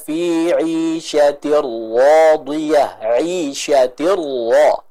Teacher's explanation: Tapi di sini kasusnya huruf ra-nya punya harokat sendiri, yaitu fathah. Maka huruf ra di sini baca tebal dikarenakan fathah yang ada atau yang dimiliki oleh huruf ra tersebut.